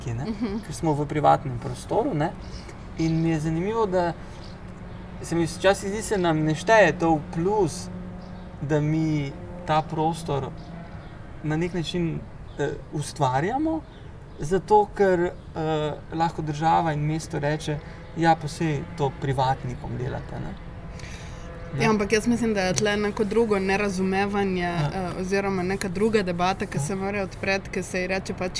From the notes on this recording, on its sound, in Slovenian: na ulici pred hišo ter pred publiko